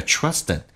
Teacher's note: 气流不要进行阻塞，直接连音叫 Trusten， and 的 D 去掉，略音